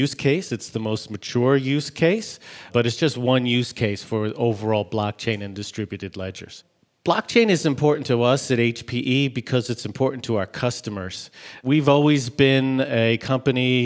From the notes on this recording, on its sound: joins us live from HPE Discover in Madrid